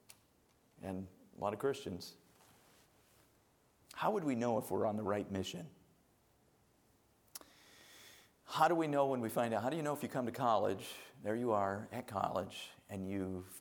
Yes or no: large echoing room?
yes